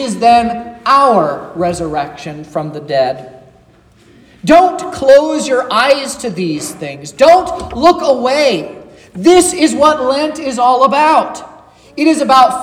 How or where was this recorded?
large echoing room